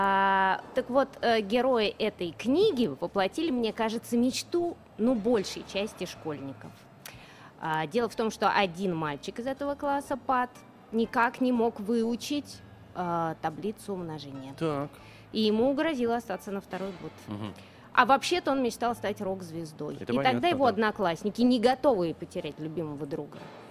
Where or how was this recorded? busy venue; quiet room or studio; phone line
busy venue